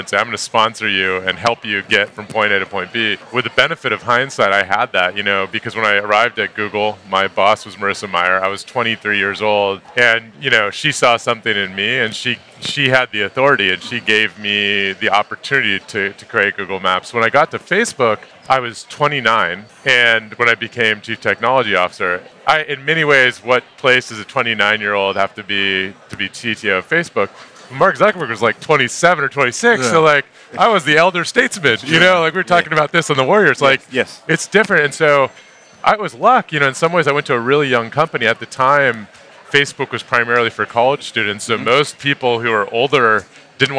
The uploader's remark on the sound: Live from San Francisco. The three of them sit down at Salesforce's massive tech conference Dreamforce.